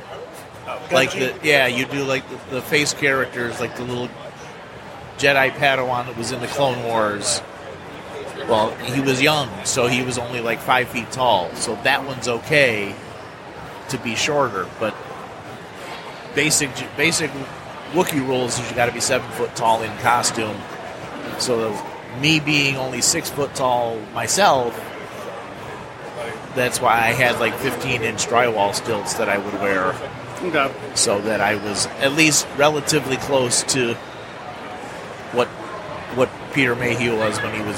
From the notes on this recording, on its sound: Live at Motor City Comic Con with the 501st Legion. Live episode at Motor City Comic Con.